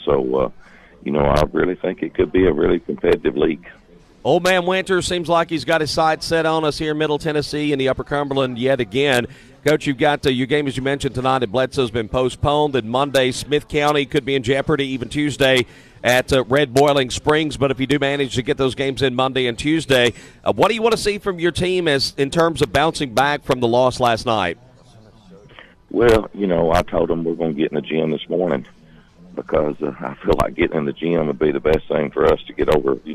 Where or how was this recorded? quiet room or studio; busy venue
busy venue